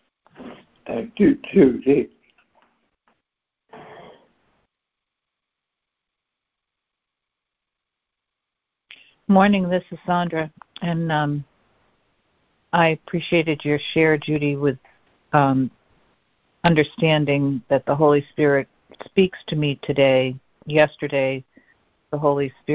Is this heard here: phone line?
yes